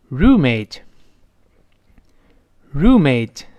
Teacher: 这个字母 R 勾舌，后面发长音呜